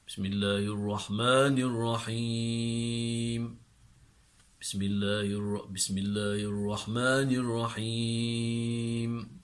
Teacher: Whereas Sheikh Sayyid Mutawalli would not say the basmala from low, he'll say it from high and drop.